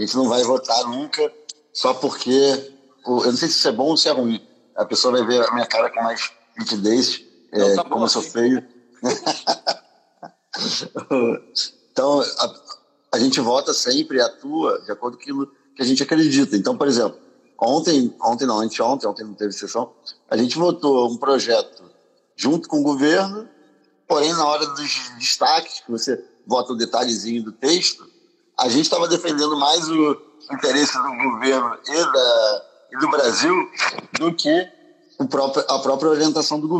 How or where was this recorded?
video call